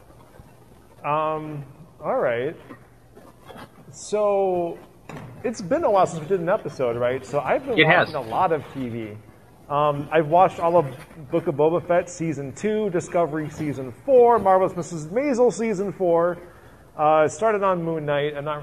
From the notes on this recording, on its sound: live at No Brand Con 2022